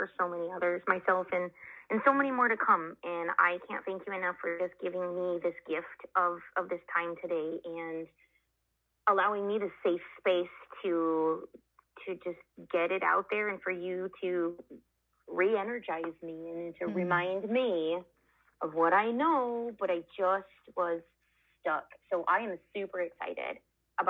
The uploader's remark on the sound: we received great feedback from the live callers